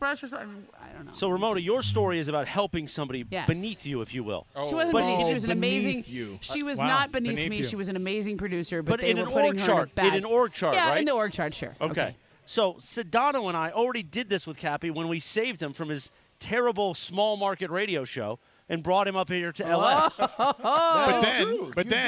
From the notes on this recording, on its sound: live at Yaamava’ Resort & Casino